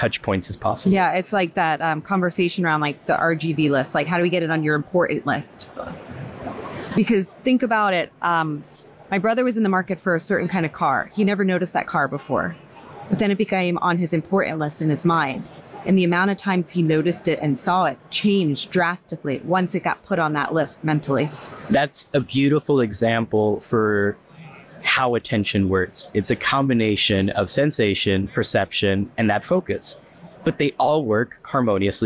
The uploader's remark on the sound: Their discussion, taped at RICE 2023